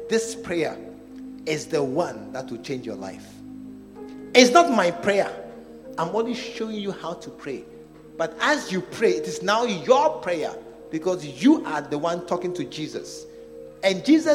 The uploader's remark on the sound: Preached at the True Vine Cathedral. Bantama.